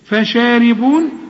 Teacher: ريتك تتعلم الحروف دي، شوف من الحاء، من الحميم، شوف فشاربون، برضو الحروف كلها مرققة بما فيهم الراء، الراء مكسورة